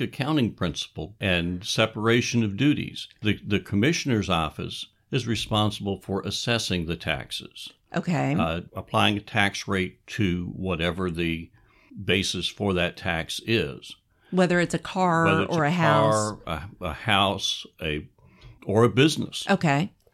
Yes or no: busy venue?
no